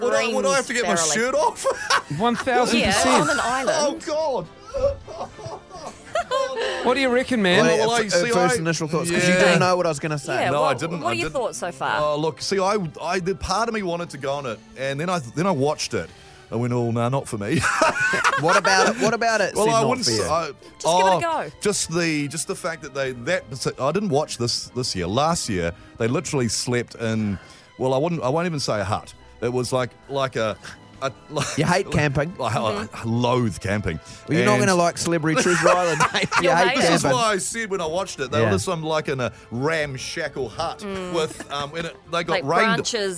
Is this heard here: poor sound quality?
no